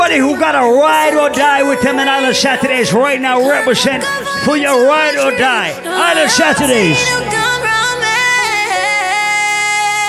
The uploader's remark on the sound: Live audio recording of my set at island saturdays on Saturday Nov 5th.